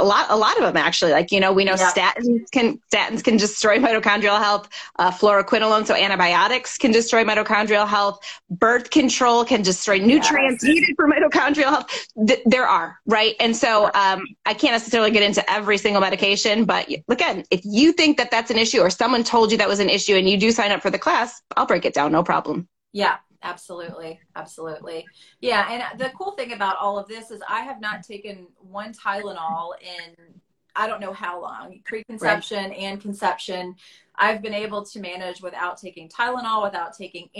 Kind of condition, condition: link, video call